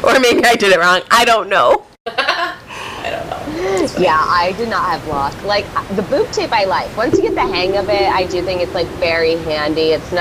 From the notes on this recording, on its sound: We apologize for the sound quality for the interview as we were working with a new system and could not get rid of the background noise!